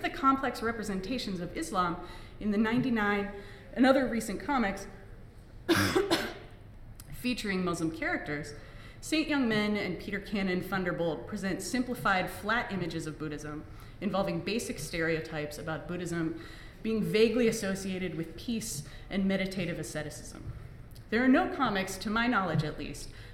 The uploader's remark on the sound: Live at AAR 2017